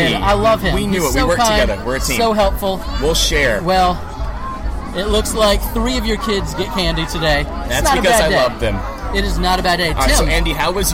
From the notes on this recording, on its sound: We were broadcasting LIVE from the happiest place on earth, Walt Disney World. Our wives and kids were with us, and we were only interrupted by fireworks one time!